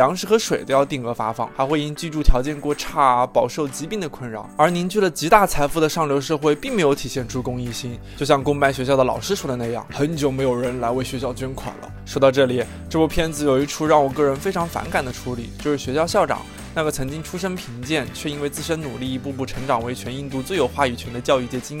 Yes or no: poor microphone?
no